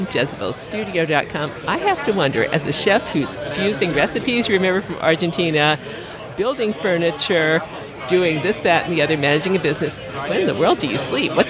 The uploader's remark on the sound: During Podcast Movement 2018, in Philadelphia, we had the privilege of recording, live-on-tape from the Talkshoe booth, with two special guests.